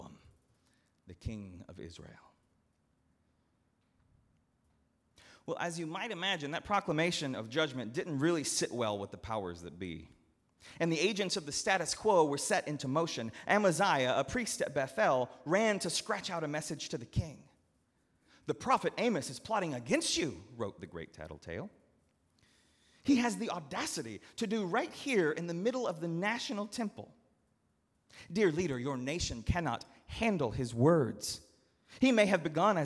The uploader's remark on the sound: at Northminster Church on July 21, 2019